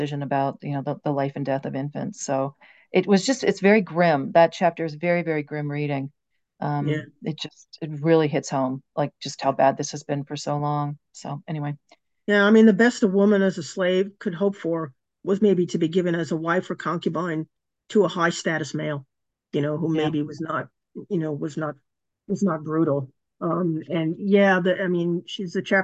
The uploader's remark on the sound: A live webinar.